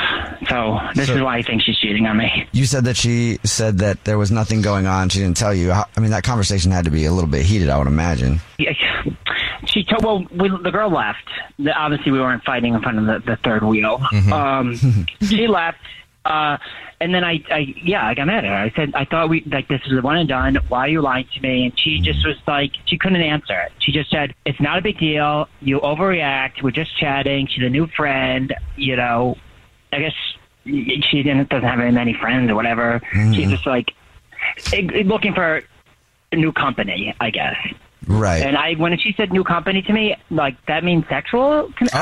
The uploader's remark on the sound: We have a listener on the phone who thinks his girlfriend of 3 years is cheating on him.